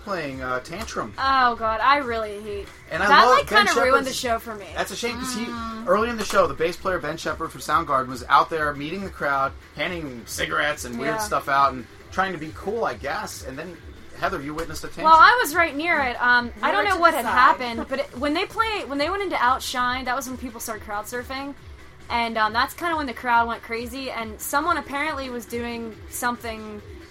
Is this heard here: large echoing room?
no